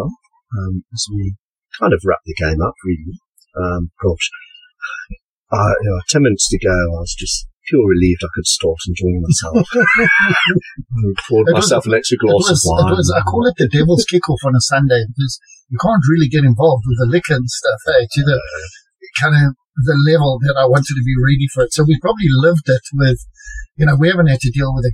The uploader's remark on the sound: DISCLAIMER ALERT : POOR AUDIO QUALITY.